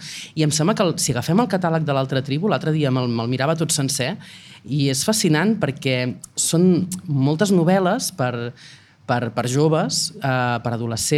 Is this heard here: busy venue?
yes